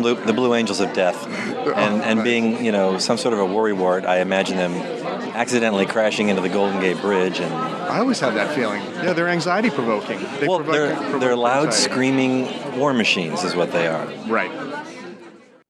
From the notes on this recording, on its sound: We’ll join a media preview tour of San Francisco’s new Contemporary Jewish Museum. We’ll join a media preview tour of San Francisco’s new Contemporary Jewish Museum.